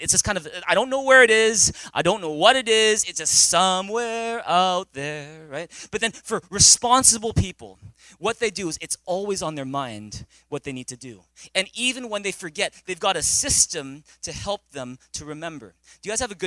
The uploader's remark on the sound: Recorded on November 19, 2017 at THRIVE ChurchVancouver, Canada